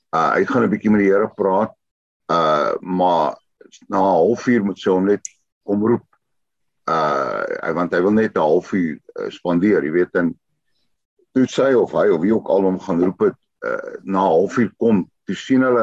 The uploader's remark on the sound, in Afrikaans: Zoom Byeenkoms 27 Januarie 2022